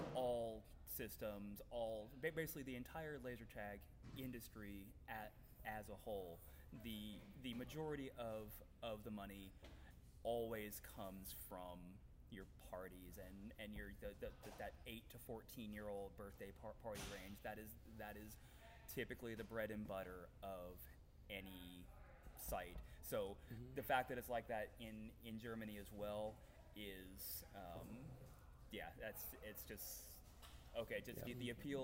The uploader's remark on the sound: On location at West Coast Tournament in St. George Utah.